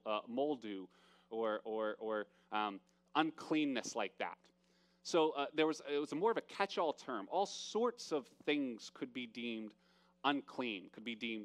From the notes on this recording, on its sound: from the October 25 Live Worship Service.